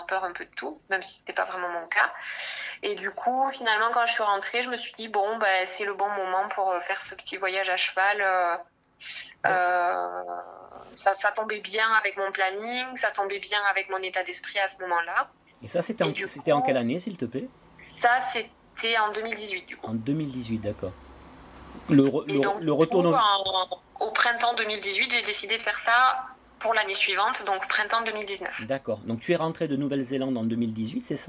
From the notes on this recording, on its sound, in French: Par téléphone.